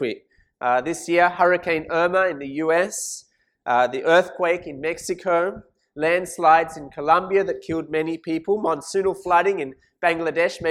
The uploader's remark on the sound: This sermon was preached at St Mary's Cathedral, KL on 12th November 2017.